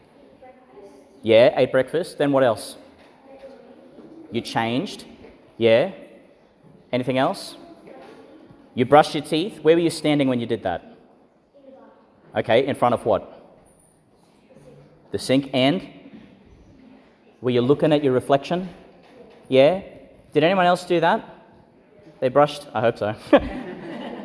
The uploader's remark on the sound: Homily delivered for St Francis of Assisi's Sporting Houses School Liturgy (Feast of Saint Clare of Assisi), in St Peter Chanel Church, Tannum Sands, Qld.